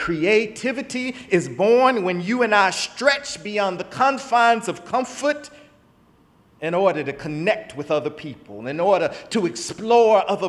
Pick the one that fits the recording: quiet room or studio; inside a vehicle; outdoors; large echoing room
large echoing room